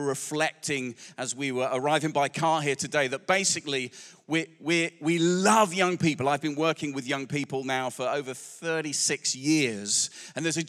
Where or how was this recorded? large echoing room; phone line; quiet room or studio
large echoing room